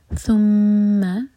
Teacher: لیحکم بینہم، بی مدلین، اور اس کے بعد نون پر زور دیں گے. بینہم، ثم، ث کے لیے ہماری زبان اوپر والے دانتوں کو ٹچ کرے گی اور تھوڑی سی ٹپ باہر ہوگی